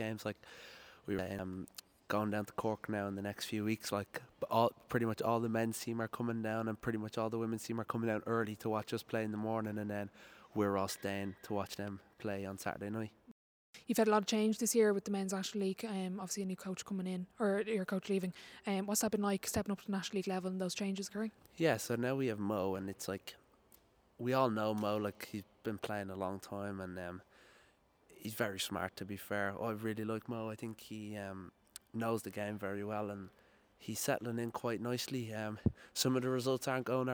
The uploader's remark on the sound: This episode was recorded live at the media launch of the redevelopment plans for the national basketball arena. Recorded using Samson Q2 microphone, Edited using GarageBand.